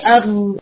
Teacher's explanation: را میں نوک کے ساتھ نوک کا تھوڑا پیچھے والا حصہ یعنی ٹاپ آف ٹنگ بھی ان مسوڑوں کے ابھار کے ساتھ لگتا ہے، وہ جو ابھرا ہوا حصہ نا اس کے ساتھ لگتا ہے. · اس کے اندر ساؤنڈ ہوتی ہے ار، اگر آپ سنیں تو اس کے اندر تھوڑی تکرار ہے، تو یہ تکرار بہت زیادہ ہونے لگ جاتی ہے، مسوڑوں کے ابھار کے ساتھ لگتا ہے.